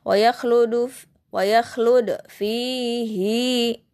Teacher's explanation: padahal sebelumnya sukun tapi hinya dibaca panjang · Term: mubalago